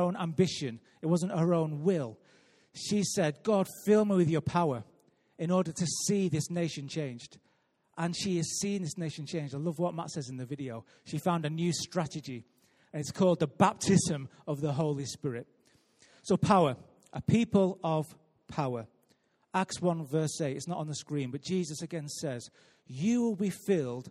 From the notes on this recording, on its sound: Recorded live at Life Church